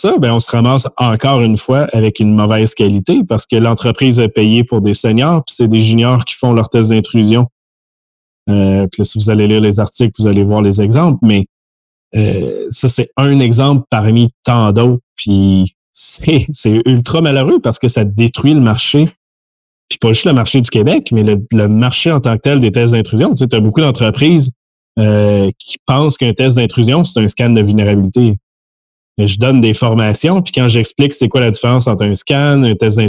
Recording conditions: video call